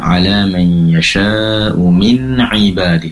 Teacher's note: pastikan ainnya berasal dari tenggorokan bagian tengah